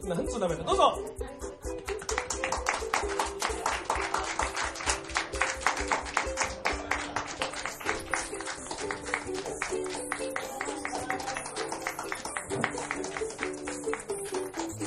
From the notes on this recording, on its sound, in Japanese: 収録場所／ mona records (東京・下北沢駅南口)。東京・下北沢のmona recordsを会場に。収録場所／ mona records (東京・下北沢駅南口)。